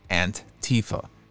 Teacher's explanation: with emphasis on the first syllable, which sounds like an in English